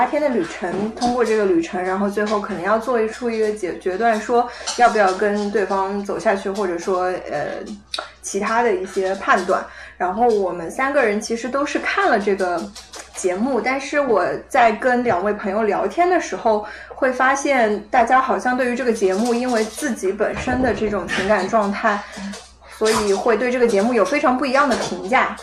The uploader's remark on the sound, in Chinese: 本期录制现场有一只异常活跃的柴，所以你会听到它的脚步声。